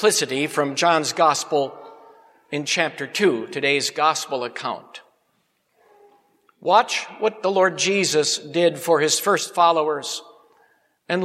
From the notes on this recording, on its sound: Preached at Grace Ev. Lutheran Church.